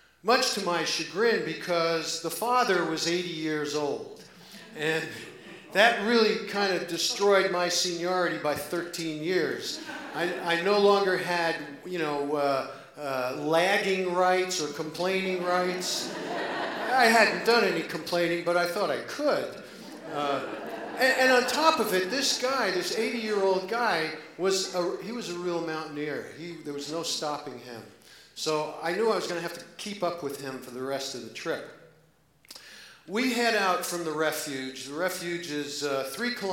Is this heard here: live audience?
yes